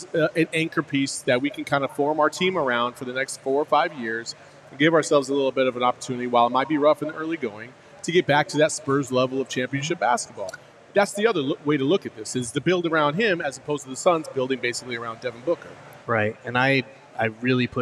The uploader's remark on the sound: all LIVE at FOUR PEAKS in Tempe